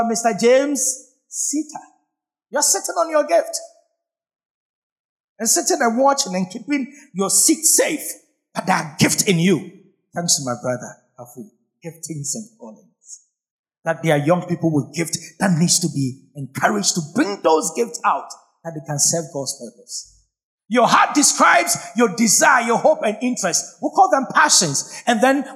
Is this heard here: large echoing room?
yes